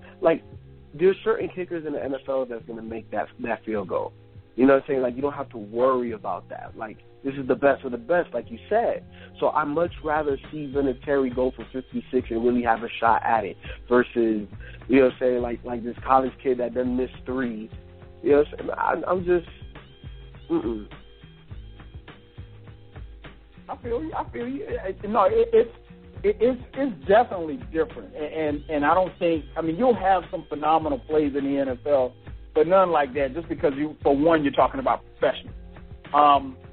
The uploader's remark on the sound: We take live calls on the air